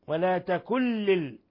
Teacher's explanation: نون ساكنة جاء بعدها اللام الحكم التجويد إضغام بغير غنة